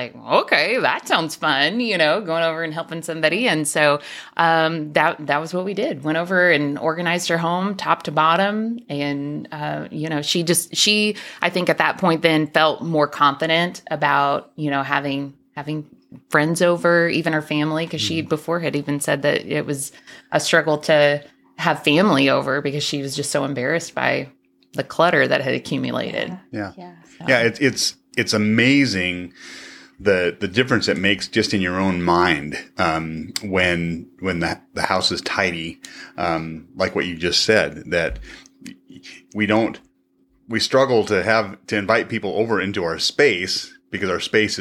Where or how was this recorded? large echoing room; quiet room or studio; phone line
quiet room or studio